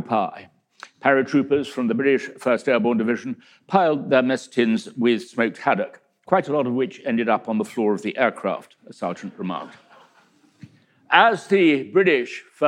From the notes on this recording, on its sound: In a talk that he delivered at our 2019 BBC History Magazine History Weekend in Winchester